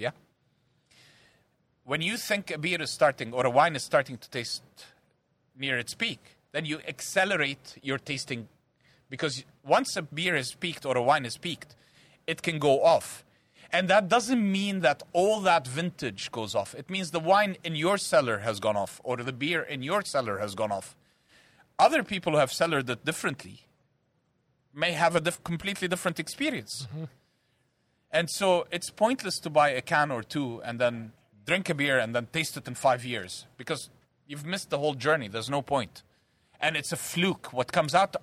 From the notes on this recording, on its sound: welcomes the Coolroom to Hawkers for a live show